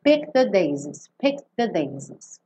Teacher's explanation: juntar o D do picked já no the daisies e lembrar que esse E do picked não tem som.